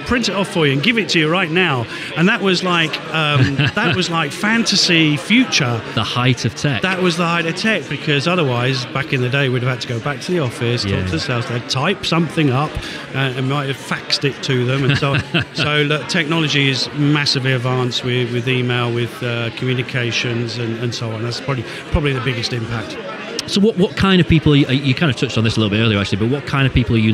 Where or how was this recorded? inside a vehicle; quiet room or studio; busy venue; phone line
busy venue